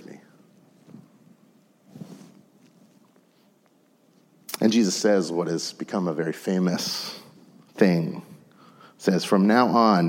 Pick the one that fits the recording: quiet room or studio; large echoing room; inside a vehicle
large echoing room